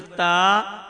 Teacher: کھڑے زبر کو ایک الف کے برابر کھینچا جائے · Term: کھڑا زبر